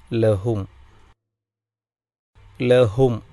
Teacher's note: സാക്കിനായ മീമിനെ ഇൽഹാറ് ചെയ്തുകൊണ്ട് ഉച്ചരിക്കുക, അതായത് വ്യക്തമായി പാരായണം ചെയ്യുക. ലഹും, ലഹും അവസാനത്തെ ഹർഫ് അക്ഷരം മീമാണ്, സുക്കൂനുള്ള മീം.